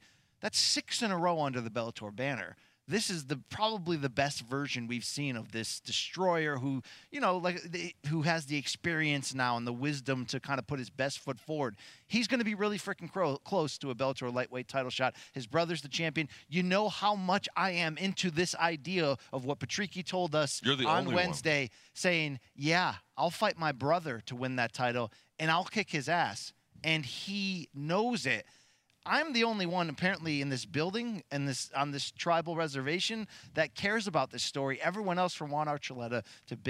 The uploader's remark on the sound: The boys are live again from the Mohegan Sun